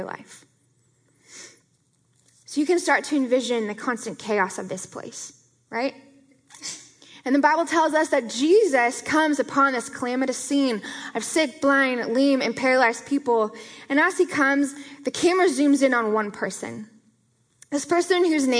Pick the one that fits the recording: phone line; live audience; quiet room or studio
live audience